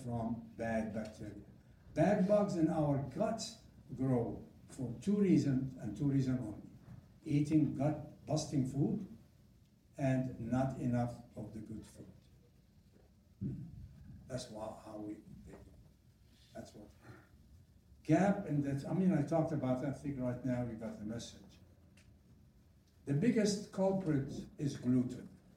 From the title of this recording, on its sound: live audio